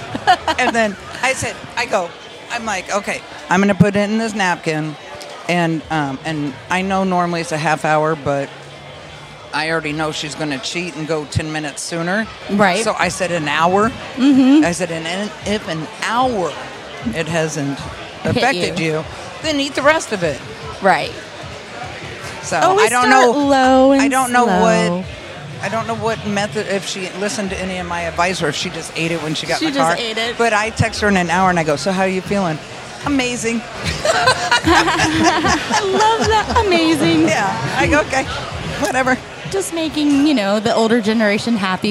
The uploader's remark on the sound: While recording at the Cannabis Festival